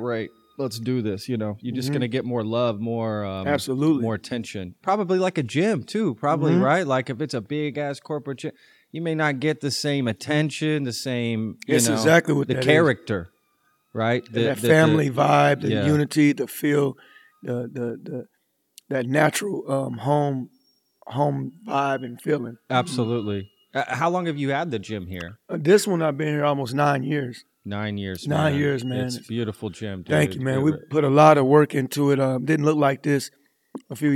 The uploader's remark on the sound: This is our very first remote interview as I traveled to Lamb IV gym in Fort Worth, Texas to record this episode.